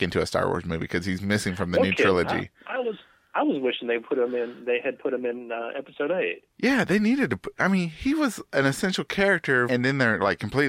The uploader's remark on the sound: I didn’t have time to drive half way across Texas to record with him today. While on the phone.